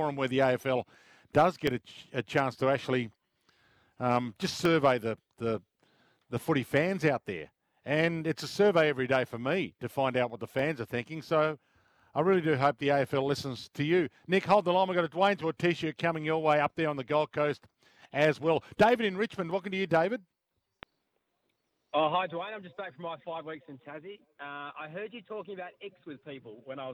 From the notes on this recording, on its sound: live from the Sandy Golf Links!